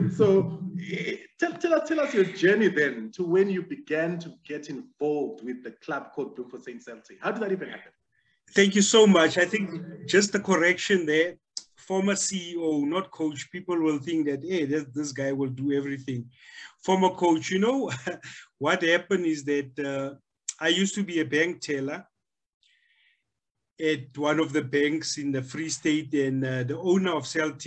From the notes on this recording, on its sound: The series is webcast via Zoom